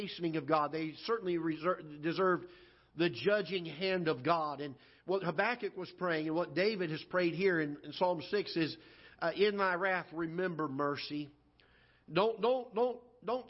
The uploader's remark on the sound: Ketha Heights Baptist Church ~ Live Broadcast